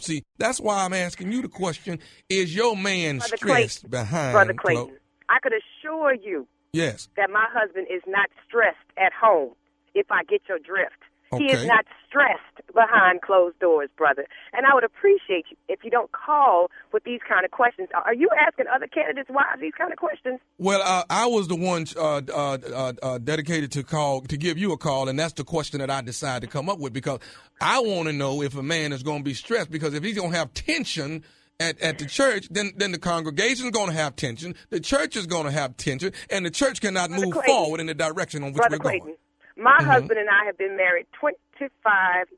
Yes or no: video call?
no